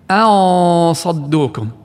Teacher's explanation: والصح قطع الهمزة والدخول مباشرة لغنة النون المخفى · Term: الإخفاء